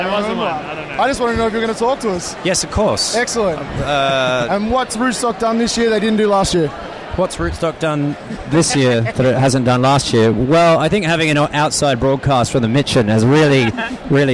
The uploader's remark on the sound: Live From Rootstock. Drank a few too many wines before hitting record but managed to stumble their way through a handful of interviews with some of the biggest stars of natural wine.